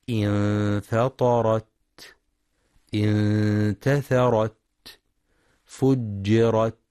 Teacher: وينتبه القارئ للتاء المفتوحة، فلا يقرأ بترك الهمس انفطرت انتثرت، يقرأ خطأ انفطرت انتثرت، أو ينطق الهمس مشوبا بالسين نحو انفطرت انتثرت فجرت.